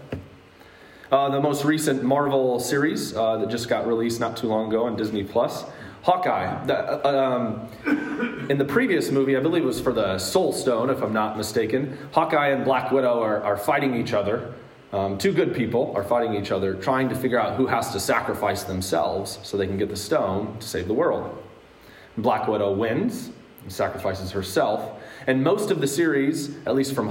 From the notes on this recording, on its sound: Today's word of encouragement comes from a sermon I preached at Hope Evangelical Free Church on February 24th, 2022.